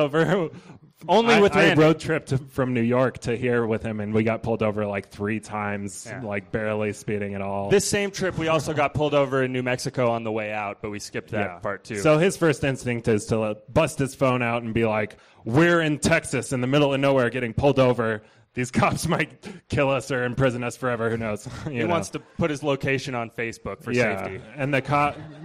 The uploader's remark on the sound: These stories were recorded at The Deer Pile on July 18th, 2013 by our good friends at The Denver Diatribe .